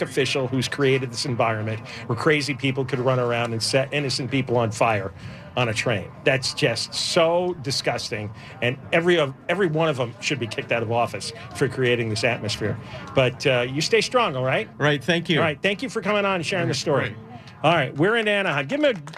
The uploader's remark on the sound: LIVE at the Honda Center in Anaheim gathering signatures.